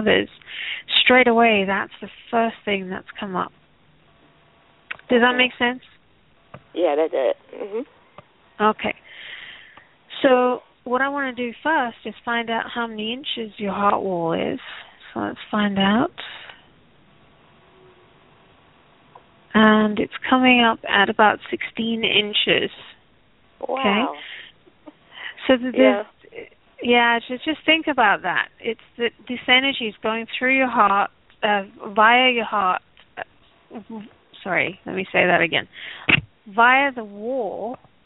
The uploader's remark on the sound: Takes Your Calls For Healing.